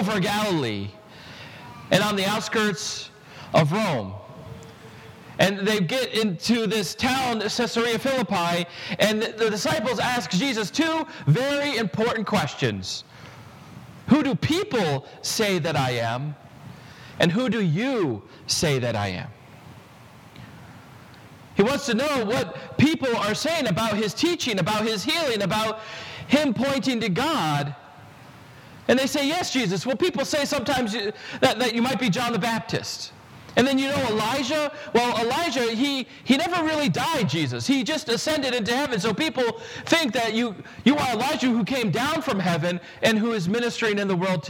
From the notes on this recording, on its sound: This sermon was preached at Prince of Peace Lutheran Church in Kensington, CT